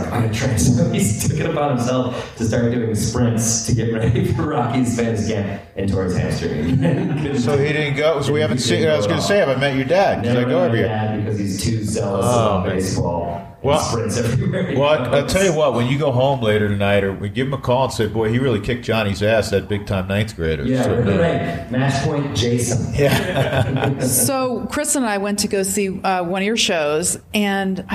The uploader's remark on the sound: Live at the Maven Hotel!